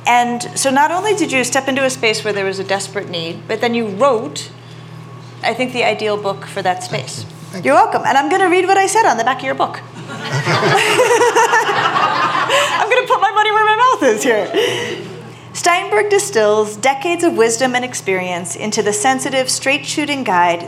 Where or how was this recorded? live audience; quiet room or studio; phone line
live audience